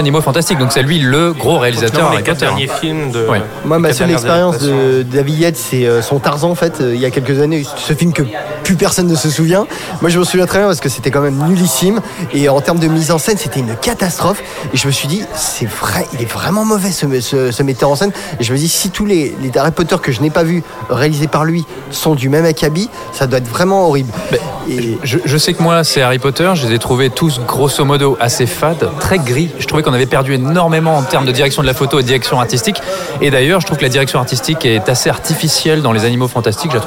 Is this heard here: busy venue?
yes